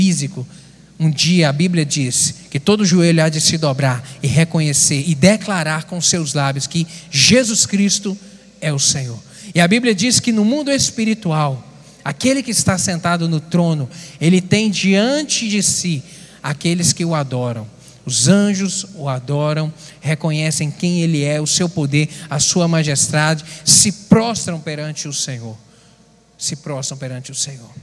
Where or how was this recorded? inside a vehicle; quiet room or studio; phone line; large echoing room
large echoing room